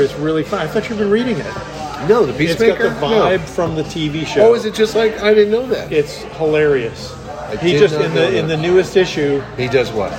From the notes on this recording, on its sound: back at Colony Grill